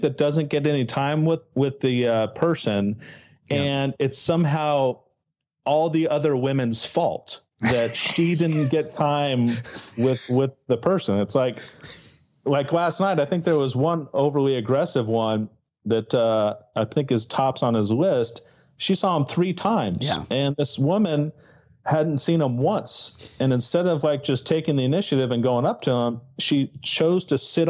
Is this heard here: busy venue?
no